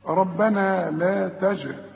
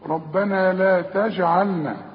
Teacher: إذن الجيم هي عليها السكون، فلازم أقلقلها